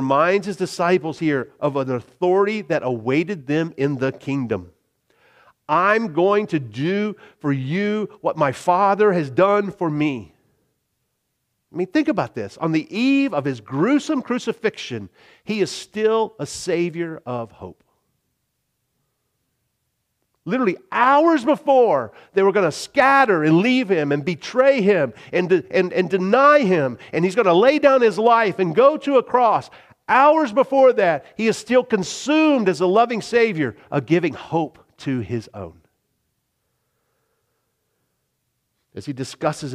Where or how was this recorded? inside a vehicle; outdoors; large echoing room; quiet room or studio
large echoing room